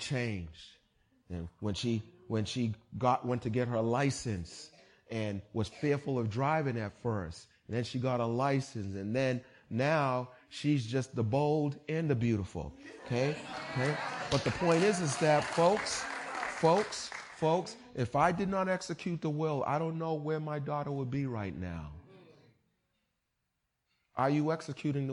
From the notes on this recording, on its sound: Recorded on 20160522 at the 08:30am Service.